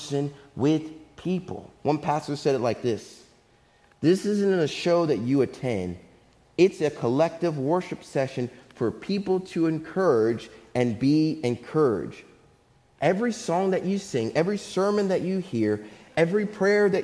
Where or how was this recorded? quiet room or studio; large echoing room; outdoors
large echoing room